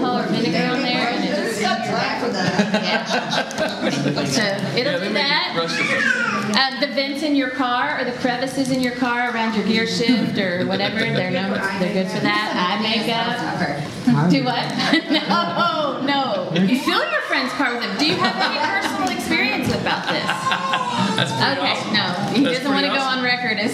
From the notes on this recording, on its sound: Today’s audio comes from the National Disciple Making Forum by Discipleship.org. D6 Family hosted a track called “Discipleship in the Home.”